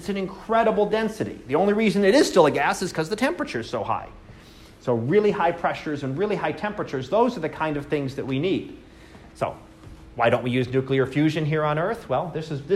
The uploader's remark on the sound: Live Class Lecture